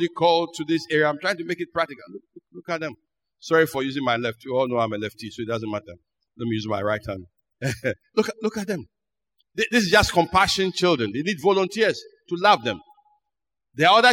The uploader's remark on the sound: Sermon preached at CBC Shiashie Campus